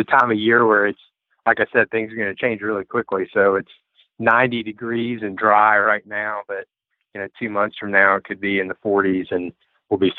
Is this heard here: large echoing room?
no